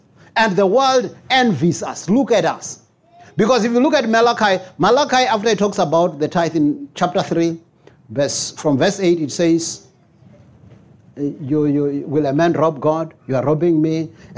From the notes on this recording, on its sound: Preached at Jesus the Saviour Church, 185 Bobs Way, Eersterivier, Cape Town on 8 October 2023.